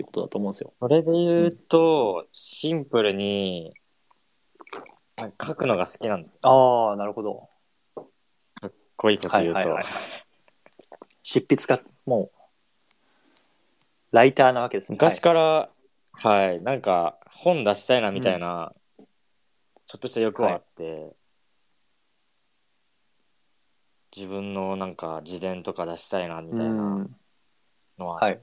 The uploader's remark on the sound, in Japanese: スペース対談。スペースの録音です。